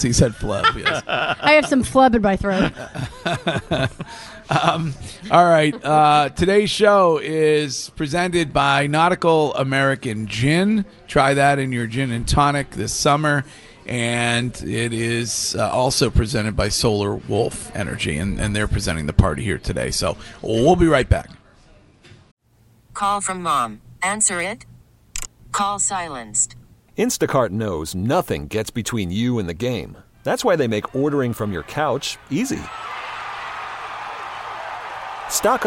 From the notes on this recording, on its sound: Broadcasting live from The Capital Grille